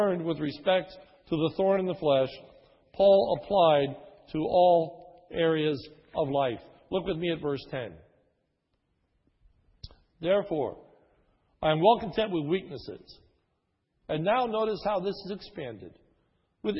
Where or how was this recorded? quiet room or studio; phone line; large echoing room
large echoing room